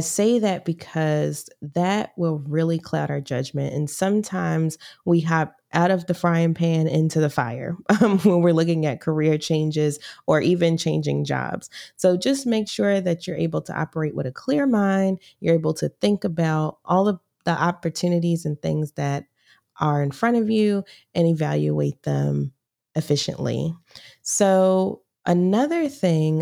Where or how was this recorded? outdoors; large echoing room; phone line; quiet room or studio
quiet room or studio